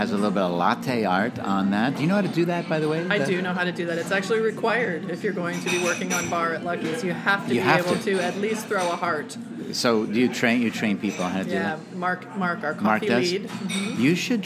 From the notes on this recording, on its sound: we took a road trip and recorded the episode right at Lucky’s.